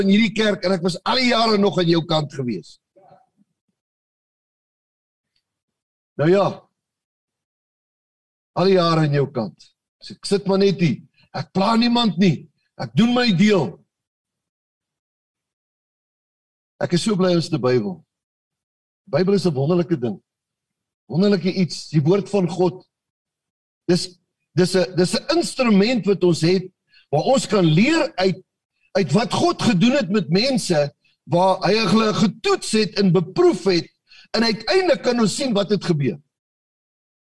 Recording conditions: video call